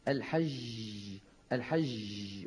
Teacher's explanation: الجيم إذا ضعفت وإذا ما عادت مجهورة بتصير مثل ما قلنا الحج الحج، ولاحظنا بأنه هذا الصوت شبيه جدا بصوت الشين